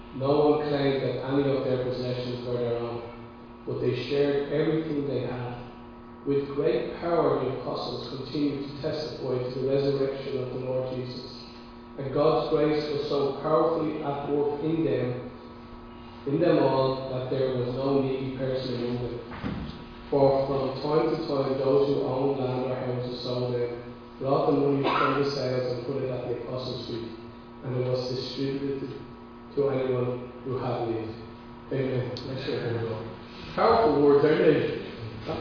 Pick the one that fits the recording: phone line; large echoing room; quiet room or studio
large echoing room